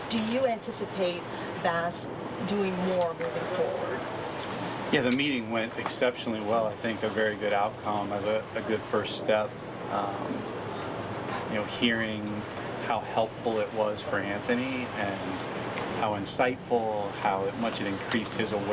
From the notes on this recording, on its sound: Media availability down at Rogers Centre.